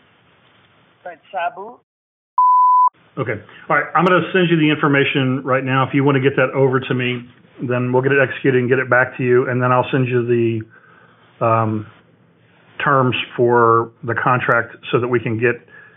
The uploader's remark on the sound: Live Call